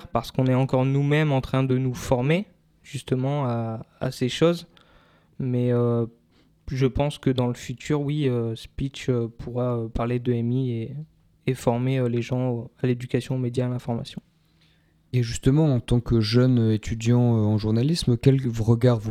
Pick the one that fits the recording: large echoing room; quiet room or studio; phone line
quiet room or studio